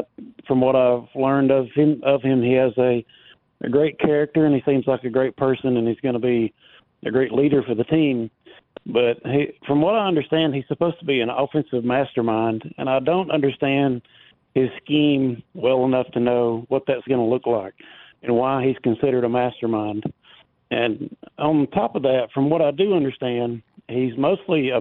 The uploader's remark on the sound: of course more of your phone calls.